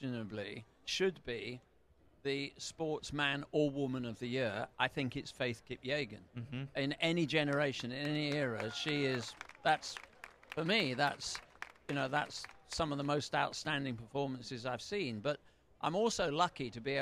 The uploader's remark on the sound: Live From The Prefontaine Classic. The official pregame show of the 2023 Prefontaine Classic in partnership with TrackTown USA.